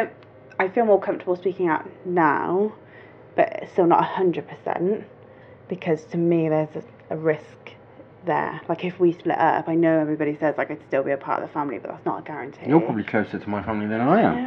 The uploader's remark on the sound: Sorry about the constant hum in the background. There was some work going on outside .